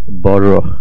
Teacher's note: The word Baruch, the stress is on the Reish. Any word that is a verb or in the Tzura of a verb, the general rule is that the stress will be on the middle root letter, which is called the Ayin HaPoyal.